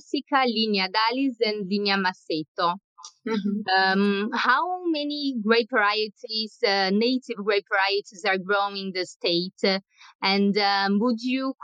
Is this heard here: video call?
yes